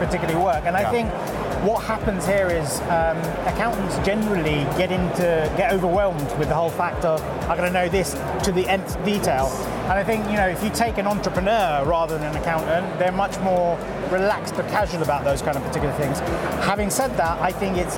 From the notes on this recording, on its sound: Live from Europe's Biggest Event 'Accountex'. A series of live interviews from Accountex 2022 in London. AIBN were the official broadcast partners of the event which featured the great and the good in the world of accounting and the many software/fintech vendors to the profession.